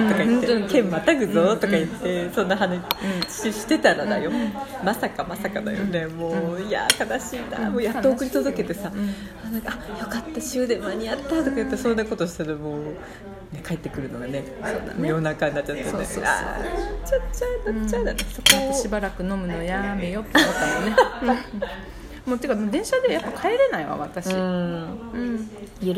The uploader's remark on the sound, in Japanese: 名古屋駅裏ホリエビル内喫茶リバーに潜入！1階にあった喫茶リバーで収録がてらホットケーキをむしゃむしゃ。遠征収録はここまで！